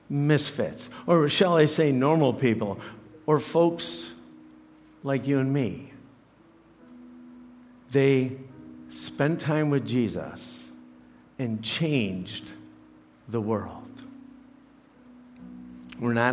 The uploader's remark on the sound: preached this message to CrossPoint Church